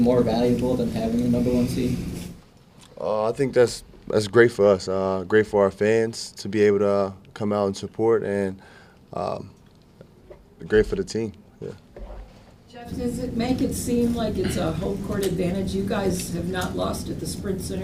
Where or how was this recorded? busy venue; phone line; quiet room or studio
busy venue